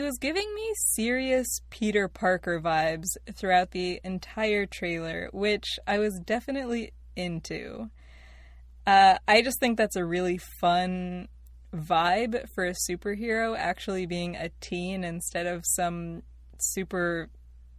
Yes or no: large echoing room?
no